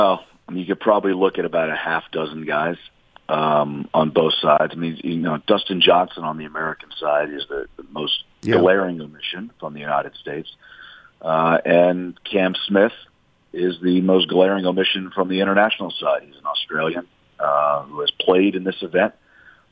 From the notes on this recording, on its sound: Calls in to go around the NFL. Phone in with their weekend picks.